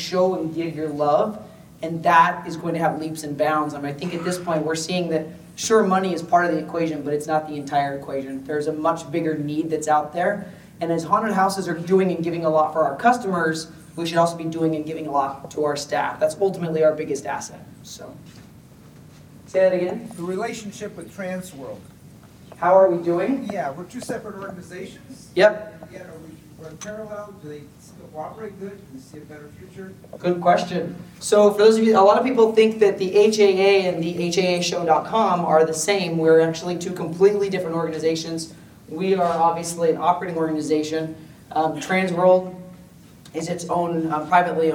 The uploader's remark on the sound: This Q&A session was recorded live at Transworld immediately following the 2022 State of the Industry Presentation.